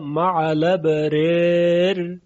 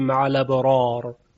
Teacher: در روایت ورش اینجا یک اماله انجام میشه اماله بین بین یا اماله صغرا · Shown in: first take · در این موارد حرف را در حالت وقف ترقیق میشه مثلا